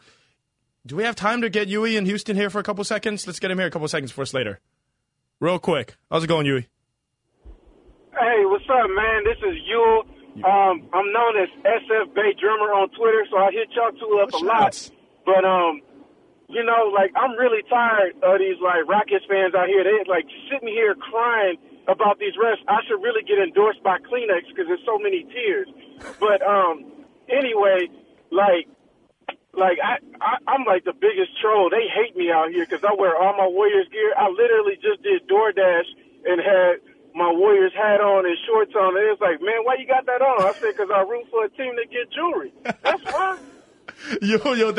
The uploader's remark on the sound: the phone lines buzz